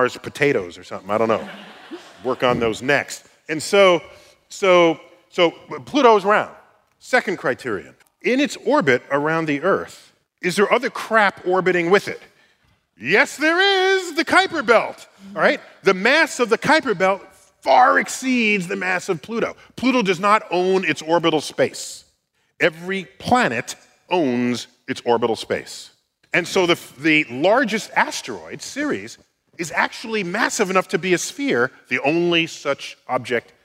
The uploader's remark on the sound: StarTalk Live! at the Beacon. Our show from NYC’s Beacon Theatre.